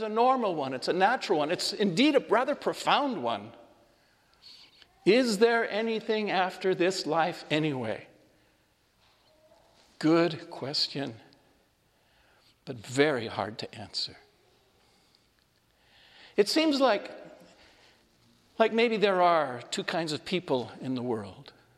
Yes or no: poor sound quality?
no